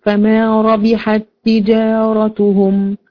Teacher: أخذناها في كلمة فما ربحت هذه تاء ساكنة، تجارتهم خلاص، فما ربحت تجارتهم، التاء الأولى ساكنة والتاء الثانية متحركة، تضمهم مع بعض ويسمى إدغام، فما ربحت تجارتهم.